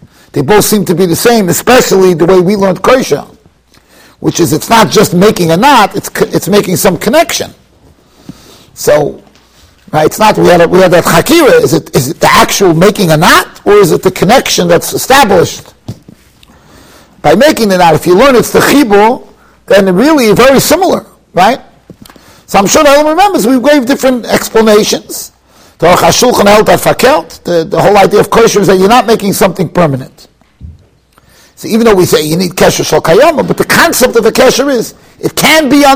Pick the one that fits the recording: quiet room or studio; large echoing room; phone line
large echoing room